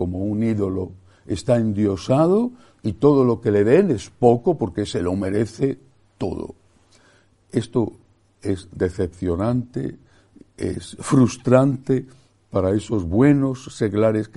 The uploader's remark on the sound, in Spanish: Santa Misa del lunes 17/7/2023, Iglesia de María Virgen Madre